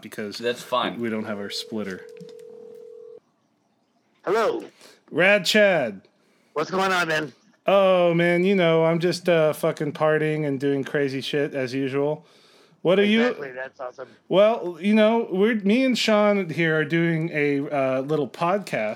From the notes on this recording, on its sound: We got this phone interview